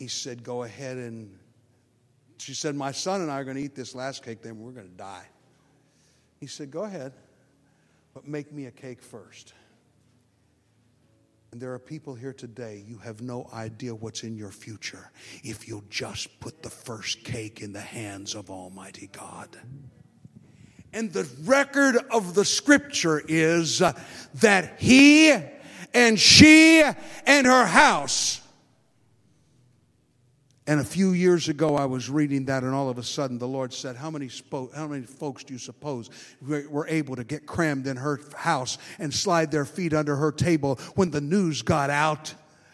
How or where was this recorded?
large echoing room